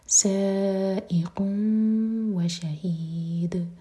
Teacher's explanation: ناک میں آواز لے جائیں گے اور دو سیکنڈس کا ٹائم دیں گے، پھر واو پڑھیں گے · Term: ادغام غنہ کے ساتھ